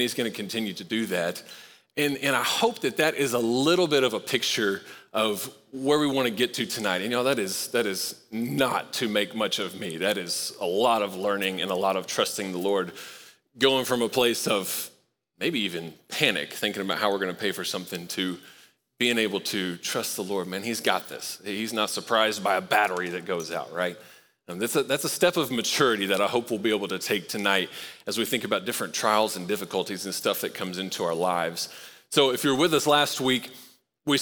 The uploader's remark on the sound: Recorded live at Long Hollow Church on January 23, 2024.